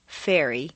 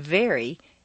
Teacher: F is a hiss and V is a buzz. The V is the voiced pair of F, as you saw in Chapter 2.